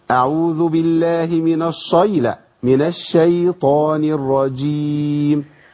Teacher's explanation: احنا عندنا الشين والياء في كلمه الشيطان في حال ترقيق تمام، وبعديها نخش على الطاء بالتفخيم.